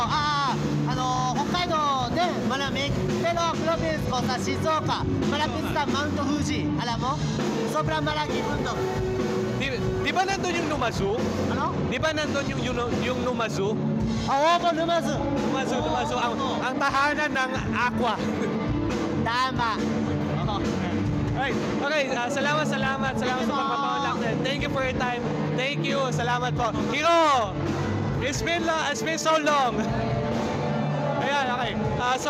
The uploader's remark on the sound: I have a few unreleased recordings from Pinoy Otaku Festival.